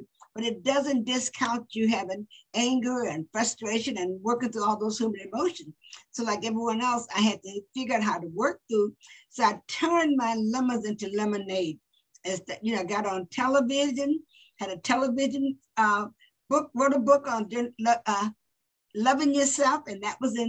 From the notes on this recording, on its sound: Today she is zooming in from San Diego, CA.